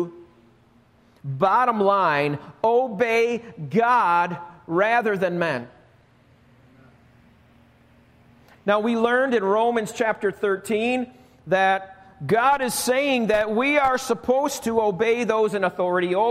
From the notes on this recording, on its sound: Recorded live at Alabama Full Gospel Fellowship - The Lighthouse. Join us live each week at Alabama Full Gospel Fellowship, 5329 Gravel Rd., Medina, New York 14103.